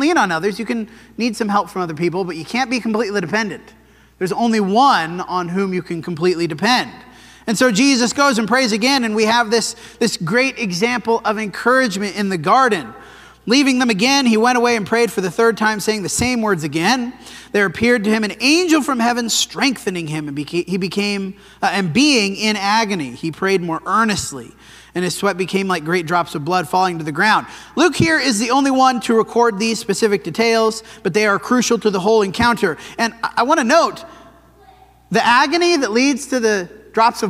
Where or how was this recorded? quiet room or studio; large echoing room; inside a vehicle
large echoing room